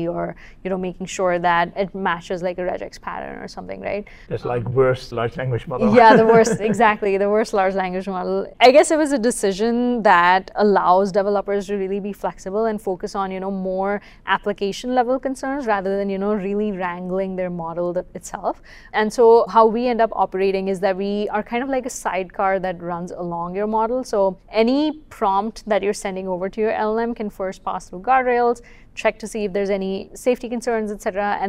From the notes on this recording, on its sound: Live from the venue of the QCon San Francisco Conference